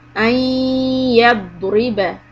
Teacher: When you connect the ya, then make a nasal sound, put the gunna. This is called idgham.